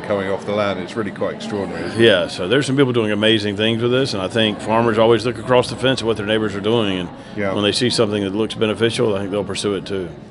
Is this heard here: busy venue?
yes